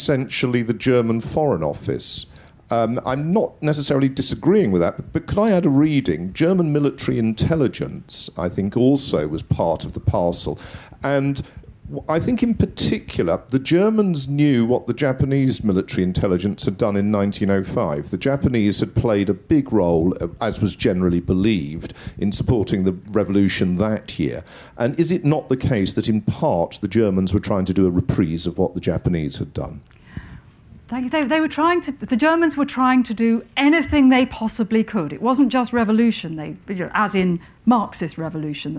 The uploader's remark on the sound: Recorded at Chalke Valley History Festival 2017.